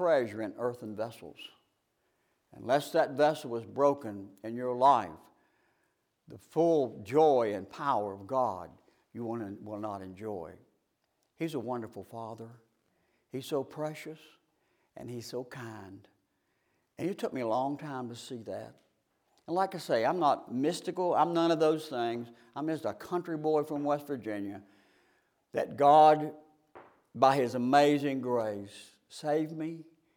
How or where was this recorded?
large echoing room